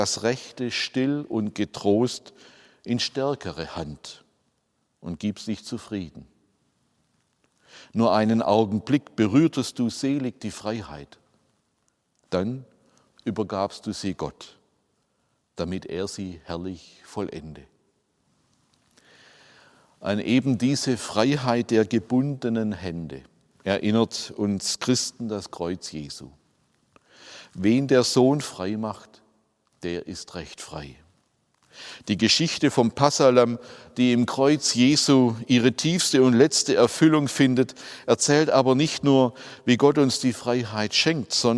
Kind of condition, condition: setting, large echoing room